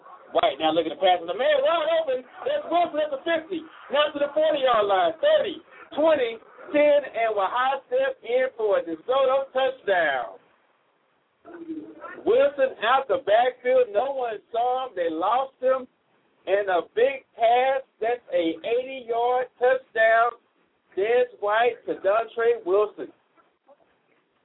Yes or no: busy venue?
yes